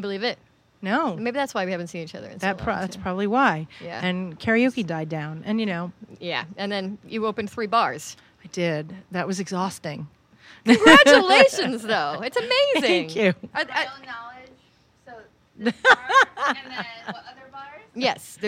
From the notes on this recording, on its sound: at Minnie's Bar